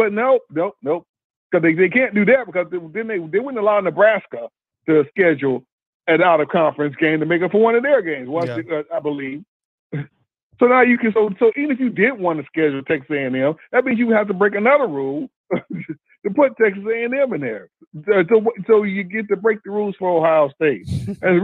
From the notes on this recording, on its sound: BamaInsider Call-in show.